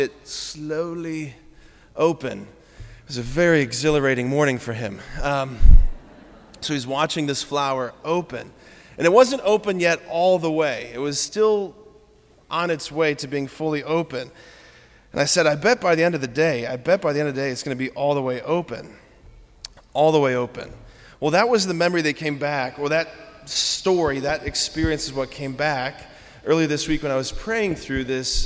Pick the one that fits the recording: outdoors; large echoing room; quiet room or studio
large echoing room